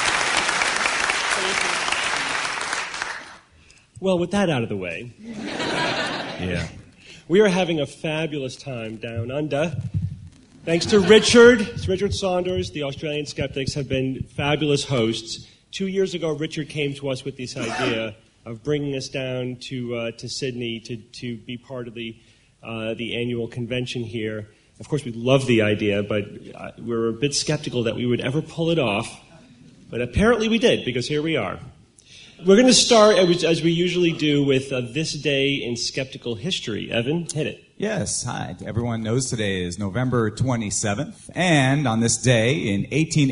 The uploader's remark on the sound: SGU Live in Sydney Australia. Live Q&A.